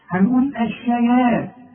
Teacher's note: والطاء مفخمة لكن مكسورة اخر درجات التفخيم